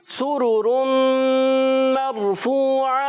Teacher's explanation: سین کی ادائیگی سیٹی والا حرف ہے، اس کو سیٹی کے ساتھ ادا کریں گے